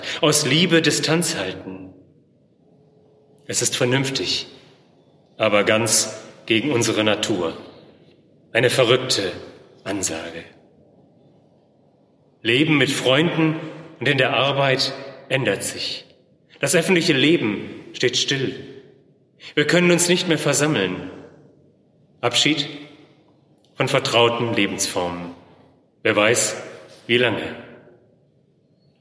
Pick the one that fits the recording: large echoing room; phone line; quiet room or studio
large echoing room